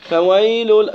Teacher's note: tu fais l'idgham, tu rentres le tanwin dans le lam